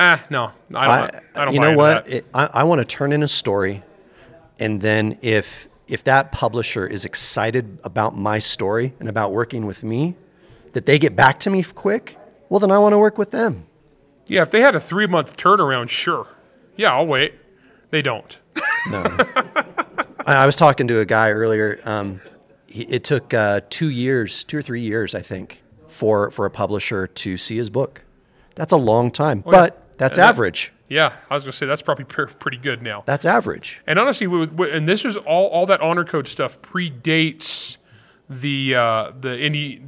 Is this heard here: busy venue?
yes